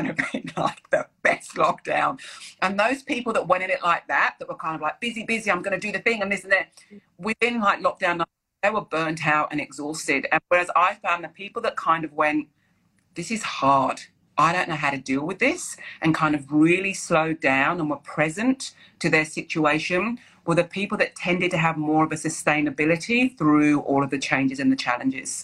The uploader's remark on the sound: Today’s episode is from a live conversation I held on Instagram for International Women’s Day